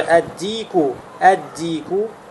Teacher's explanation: «лям» не произносится, так как «даль», если мы заучили эти буквы, является из букв «шамсия», из солнечных букв